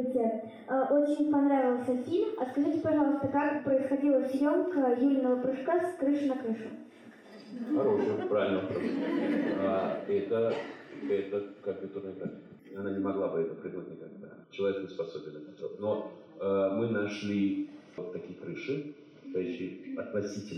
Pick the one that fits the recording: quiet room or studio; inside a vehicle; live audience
live audience